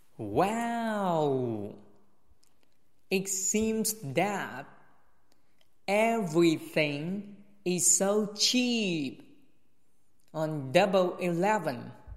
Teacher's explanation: wow 比较高，everything 和 cheap 比较高